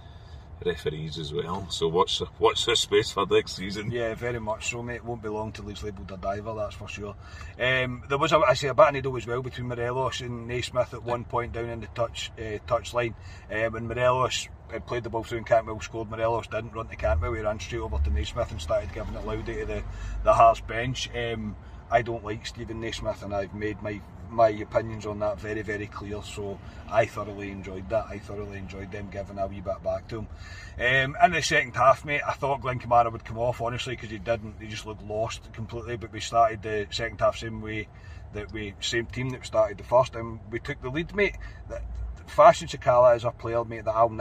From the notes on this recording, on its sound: Last reaction from the car this season after leaving Ibrox.